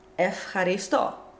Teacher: Which it becomes correlates to what is following the Ypsilon. So if we have Epsilon Ypsilon followed by an unvoiced consonant, like in the word for thank you, then the consonant will be an unvoiced F